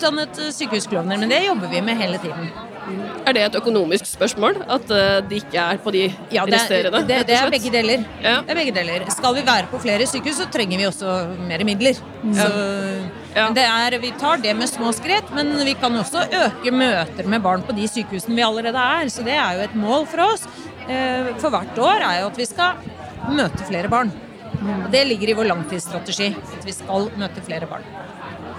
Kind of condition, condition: setting, busy venue